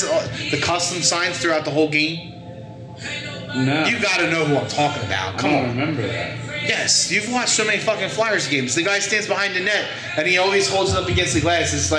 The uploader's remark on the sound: We did a thing...live from TimeOut sports bar in Skippack...and of course...we had technical difficulties.